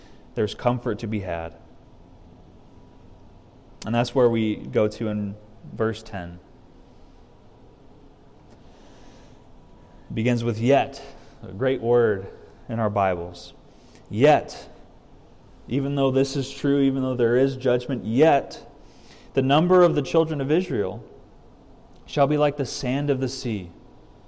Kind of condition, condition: setting, large echoing room